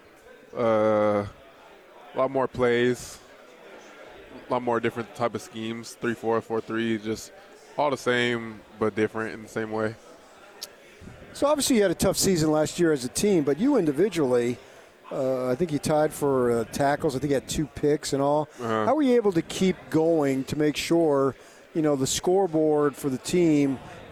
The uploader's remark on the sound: LIVE from Pac-12 Media Day in Los Angeles, CA.